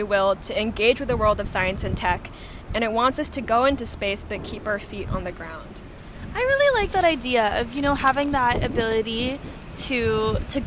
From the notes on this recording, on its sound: This episode was recorded outdoors. While editing we fixed the sibilance (’s’ sounds) but not the plosives (‘p’ and ‘b’ sounds).